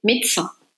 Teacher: Quand je le dis vite dans une conversation, souvent le D devient T